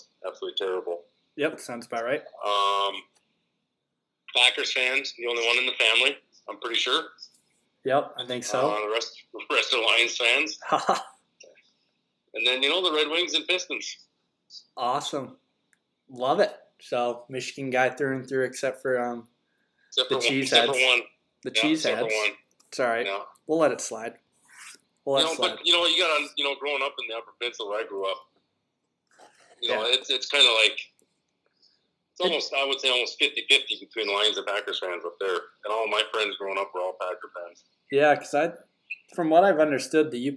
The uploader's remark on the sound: Quick phone interview with former College Football player.